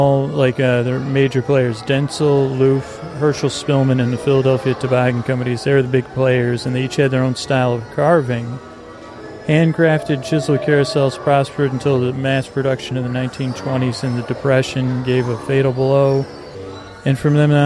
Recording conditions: sounds in the background